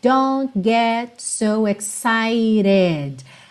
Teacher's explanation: em don't get, a gente quase não ouve esses T's